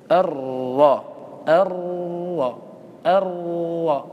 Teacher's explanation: قال وهو أي التكرير إذا شددتها كثير أرر، هذا هو. لكن ينبغي أن يتجافى الإنسان شدة التكرار فيكرر مرة ولا يزيد